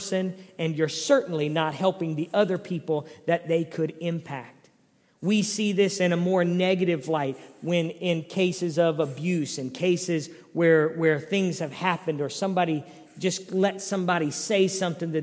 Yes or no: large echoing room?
yes